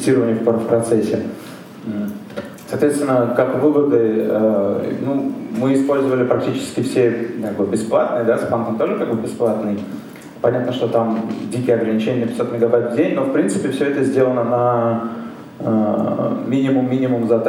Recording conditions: live audience